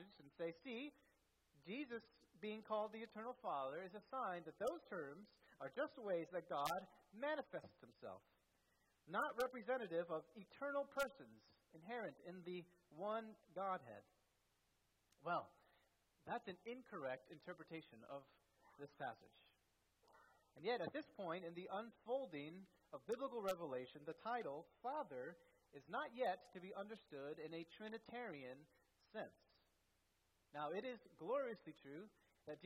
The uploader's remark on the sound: at First Baptist Church in Delphi, Indiana